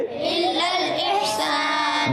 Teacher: یہ الف گر جاتا ہے، ڈائریکٹ یہ لام کی زبر کو ہم لام سے ملا دیں گے، ٹھیک ہے، اور پھر حمزہ کو خوب واضح کریں گے